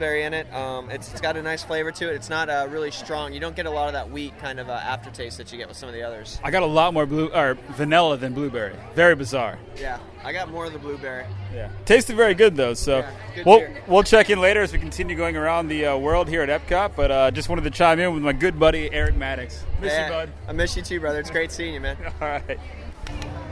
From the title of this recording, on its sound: LIVE Epcot Food Wine